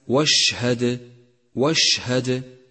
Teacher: ثامنا، لاحظ صفة التفشي لحرف الشين في كلمة واشهد، واشهد، فتفشي الشين يعني انتشارها في الفم